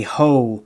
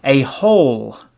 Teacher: I don't pronounce L's after a vowel · Shown in: first take